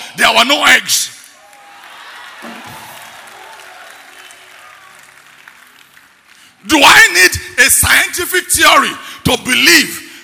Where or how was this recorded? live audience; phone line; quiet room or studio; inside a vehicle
live audience